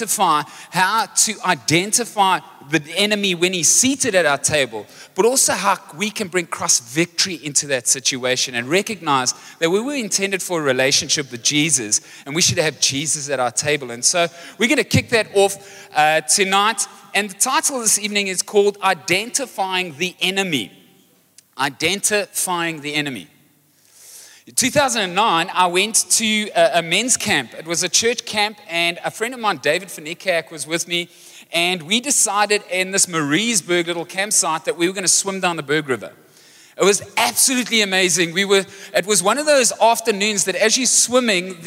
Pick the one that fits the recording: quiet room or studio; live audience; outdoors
live audience